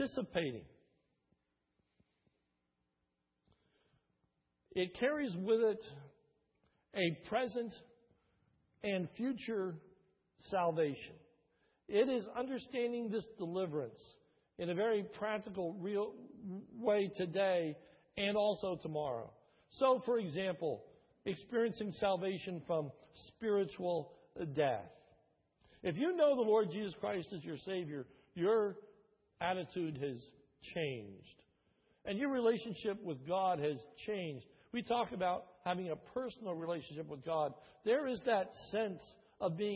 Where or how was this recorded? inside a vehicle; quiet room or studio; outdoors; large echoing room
large echoing room